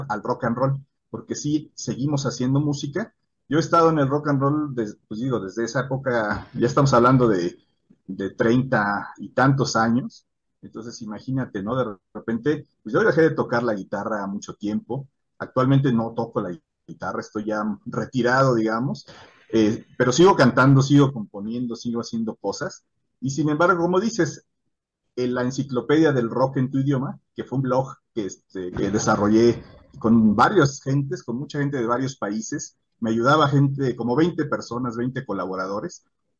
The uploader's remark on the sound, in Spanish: Charlamos via zoom